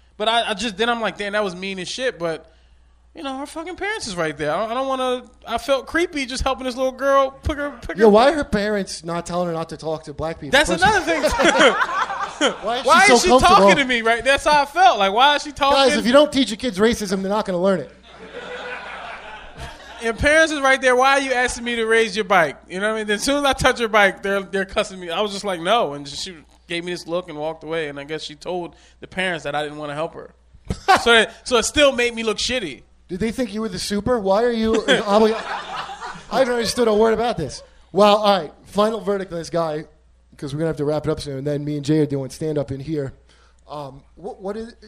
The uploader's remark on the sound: LIVE from Skankfest at the Creek and the Cave